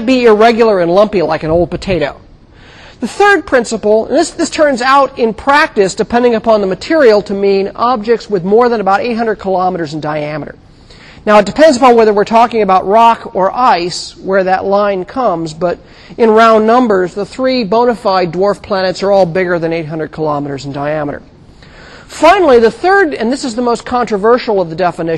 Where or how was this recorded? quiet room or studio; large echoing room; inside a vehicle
large echoing room